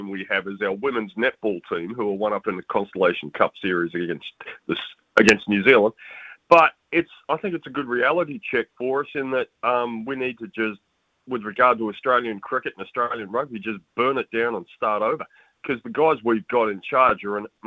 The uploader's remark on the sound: hit the text and phone lines to get the listeners thoughts